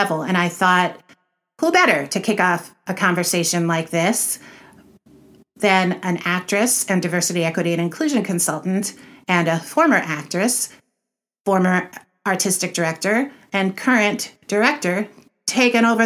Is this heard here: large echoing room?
no